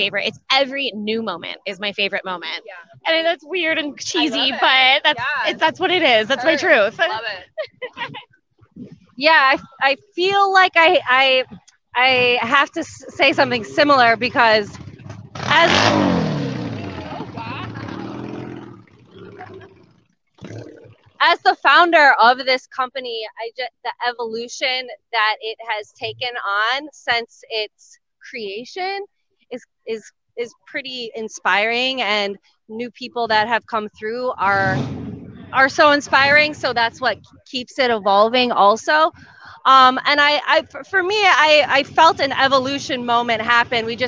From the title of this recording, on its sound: SCR Live at Motoblot